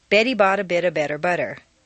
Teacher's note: Make sure that the underlined, unstressed T's sound like a soft D.